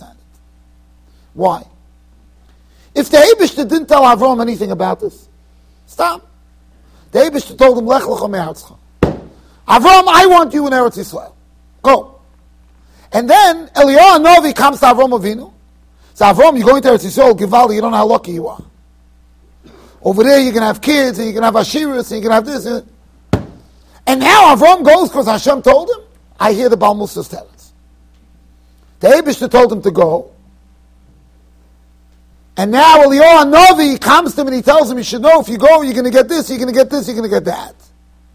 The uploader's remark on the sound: Shiur recorded in Yeshivas Ohr Reuven, Monsey NY.